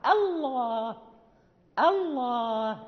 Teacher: لابد أن ننطق بالهمزة مرققة